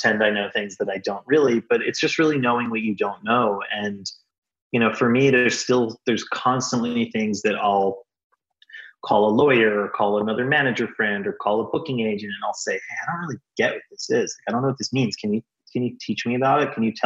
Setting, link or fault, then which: link, video call